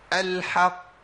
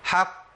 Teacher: القاف المشدده الموقوف عليها دي اعلى مراتب القلقله